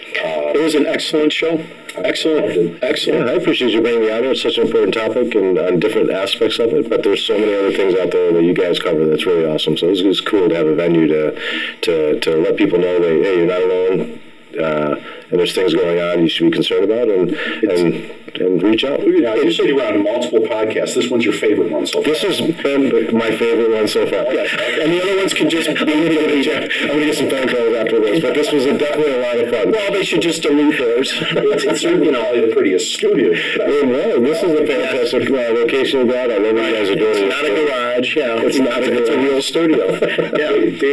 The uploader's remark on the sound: APOLOGIES FOR THE SOUND QUALITY-TECHNICAL DIFFICULTIES BEING WORKED ON.